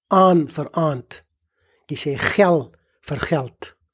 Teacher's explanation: Jy het wat die taalkundiges noem schwa-verlaging, soos wanneer jy sê galoef, gatrap, gavere, en dan die verskynsel wat met die groot term beskryf word, homorgane eindluster vereenvoudiging